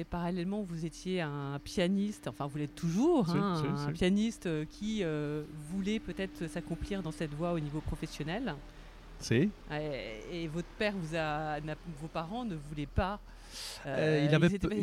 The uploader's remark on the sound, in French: Cet été lorsque le Festival de Lacoste battait son plein, non loin de là, en terrasse du café de la Gare de Bonnieux.